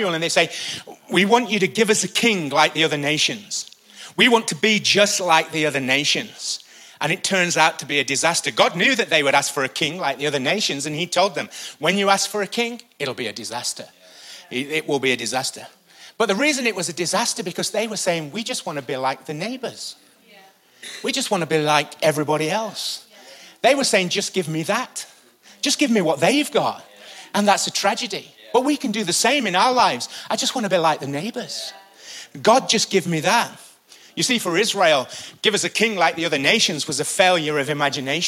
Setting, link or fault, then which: setting, live audience